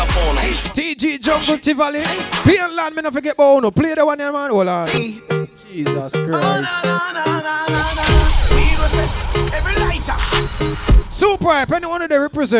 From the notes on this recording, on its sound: Day & Night Fish Fry Cookout - Live Audio in Bronx New York